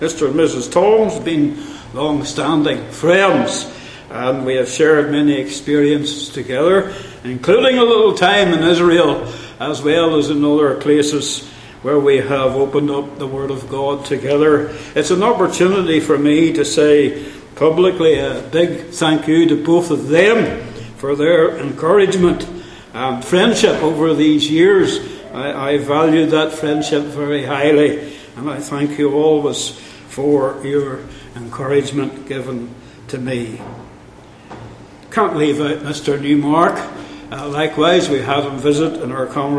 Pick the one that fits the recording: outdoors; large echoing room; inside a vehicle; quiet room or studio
large echoing room